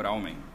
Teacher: os japoneses não falam o fonema l, o L. Então, eles falam tudo com R. Ah. Então, basicamente, ficou ramen.